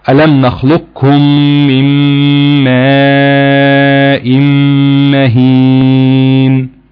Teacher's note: في رواية حفص بيضغم القاف في الكاف إضغاما كاملا